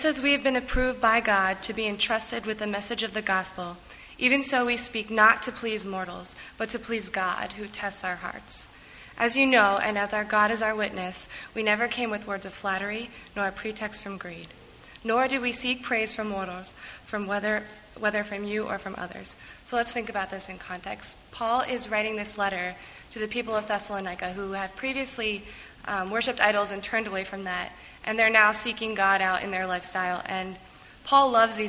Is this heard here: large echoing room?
yes